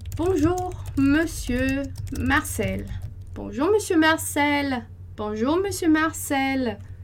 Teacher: o cel é o mais forte, porque minha frase acaba ali